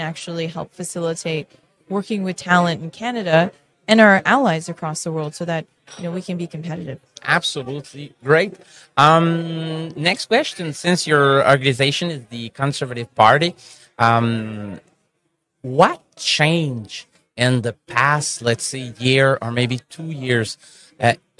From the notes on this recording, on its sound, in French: En direct du Hardtech à Toronto